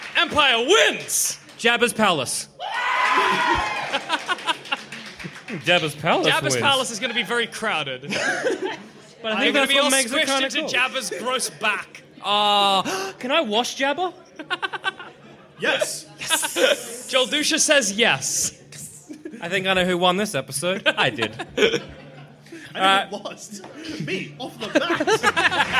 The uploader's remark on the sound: In which our heroes do it all live. Live on stage.